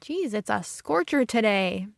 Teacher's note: I usually have a pretty neutral accent, but sometimes the Midwest, the North, kind of comes out in my accent. I stretch out my long vowels and I sound very Midwestern.